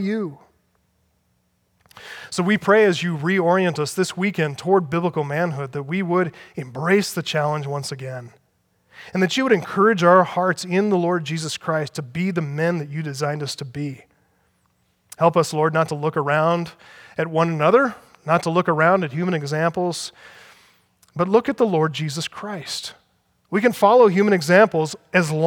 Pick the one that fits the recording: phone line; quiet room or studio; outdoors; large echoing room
large echoing room